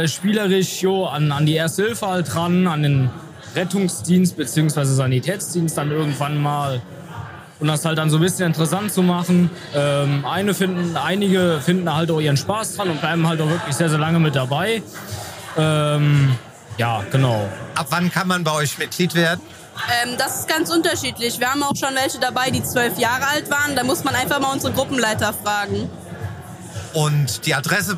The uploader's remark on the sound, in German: Blaulichtgottesdienst 2022. Alle Hilfsorganisationen waren eingeladen, im Rahmen eines Gottesdienstes zusammenzukommen. Beim gemütlichen Abend mit leckerem Essen unserer Verpflegungseinheit haben wir live einige Stimmen zu dieser rundum gelungenen Veranstaltung eingefangen.